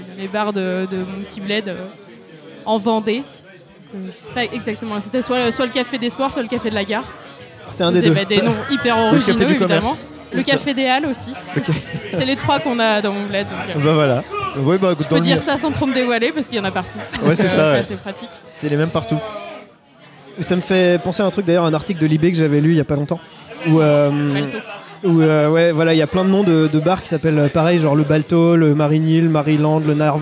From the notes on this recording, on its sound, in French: Épisode enregistré au Sully (Paris 10e).